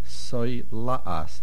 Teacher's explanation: Ushni soila'as, no dagesh in the suf. Soy la'as, the main accent is on the lamed